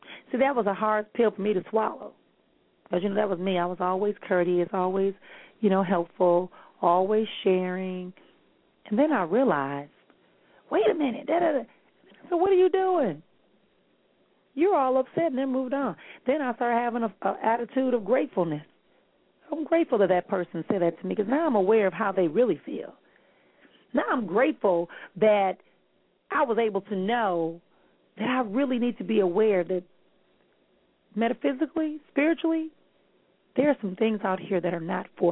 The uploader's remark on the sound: callers may call in with questions